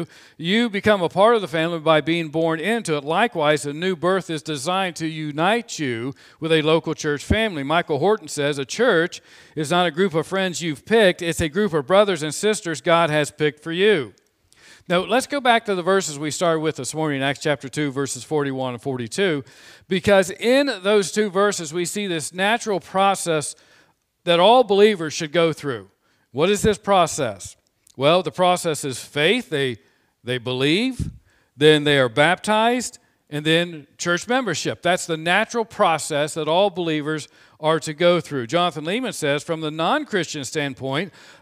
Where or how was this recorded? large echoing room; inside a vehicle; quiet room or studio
large echoing room